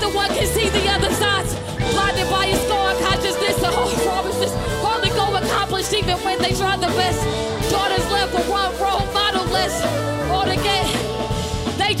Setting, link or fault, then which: setting, busy venue